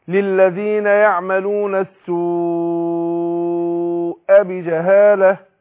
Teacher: بس المد هنا أربعة عشان متصل